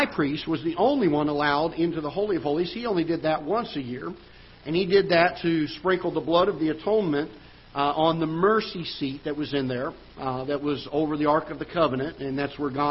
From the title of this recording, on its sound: Ketha Heights Baptist Church ~ Live Broadcast